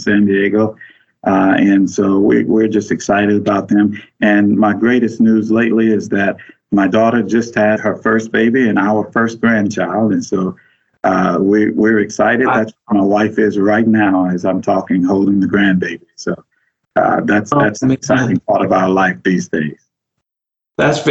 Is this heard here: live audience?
no